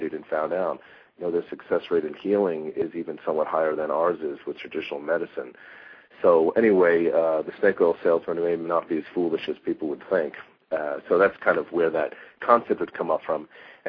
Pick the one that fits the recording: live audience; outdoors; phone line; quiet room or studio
phone line